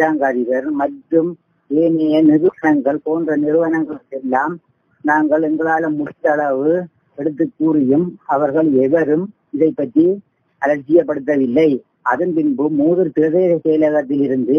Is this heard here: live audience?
no